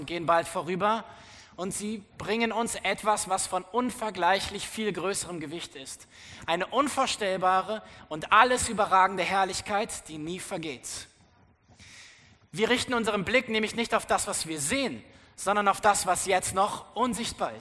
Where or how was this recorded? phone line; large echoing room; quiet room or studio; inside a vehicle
large echoing room